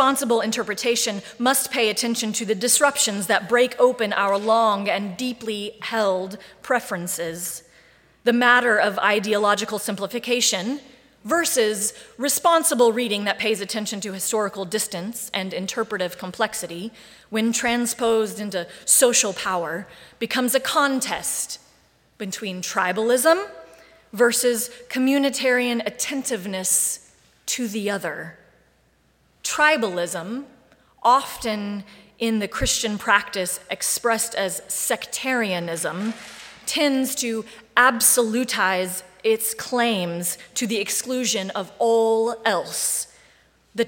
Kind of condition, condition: setting, large echoing room